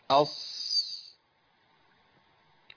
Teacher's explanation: ده الصفير باين قوي في الصاد، اقوى.